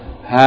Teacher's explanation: It's pronounced from the bottom of the throat.